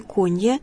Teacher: явно ударение на первом слоге Конья